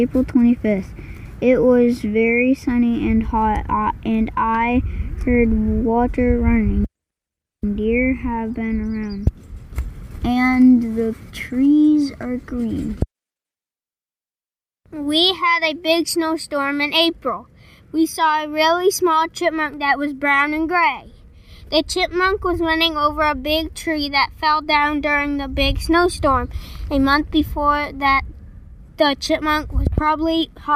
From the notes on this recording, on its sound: on May 9th we sat under a spruce tree together behind their school where I recorded them sharing their writing